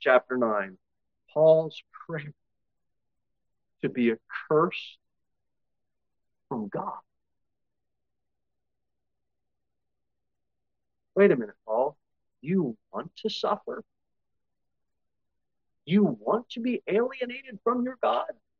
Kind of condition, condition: setting, large echoing room